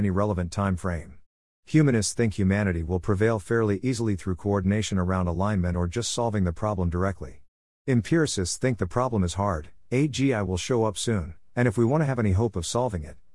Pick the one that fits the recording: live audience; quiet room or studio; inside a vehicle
quiet room or studio